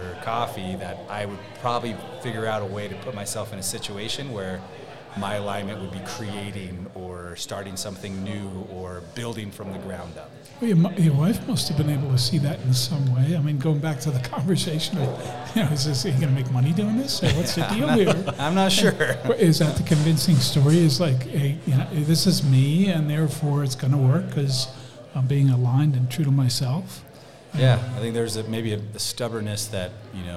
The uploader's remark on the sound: Go live in the Student Center at Regis University with a special guest.